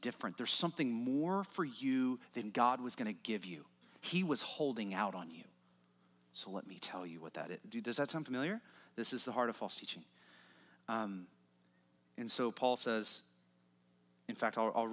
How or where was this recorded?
large echoing room